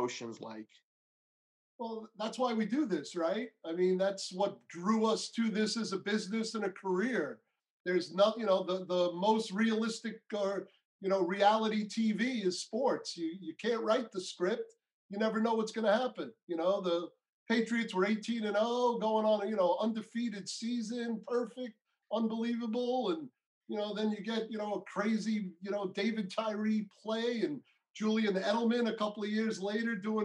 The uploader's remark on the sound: Their Zoom interview was the first time seeing each other in 10 years.